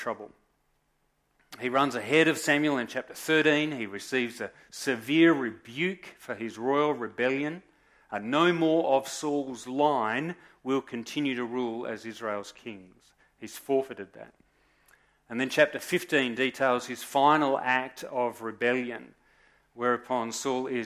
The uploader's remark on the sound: Recorded live at Morley Baptist Church.